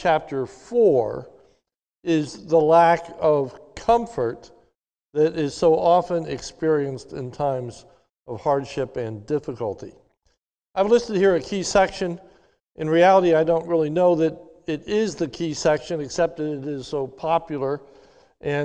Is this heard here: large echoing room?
yes